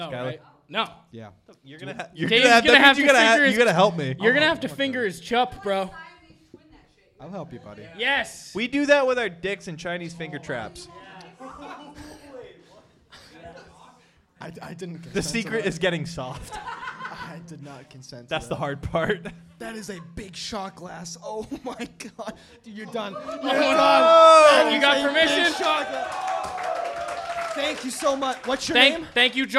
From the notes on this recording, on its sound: The Plunge Live Show. Recorded live in front of a sold out crowd (no like actually) at Curlies Comedy Club as the finale to PodcastNH's Pod-Tober event. Bring their antics to an energetic crowd.